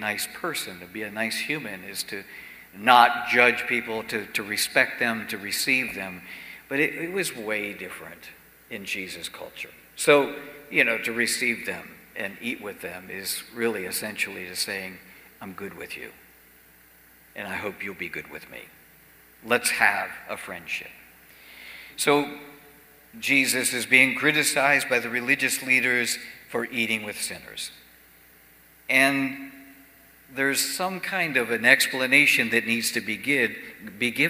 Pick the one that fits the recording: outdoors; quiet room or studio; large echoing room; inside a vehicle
large echoing room